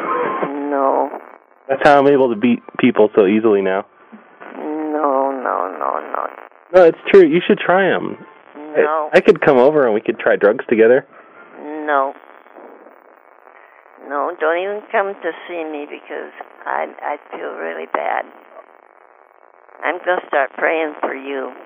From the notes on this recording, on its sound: Prank Phone Calls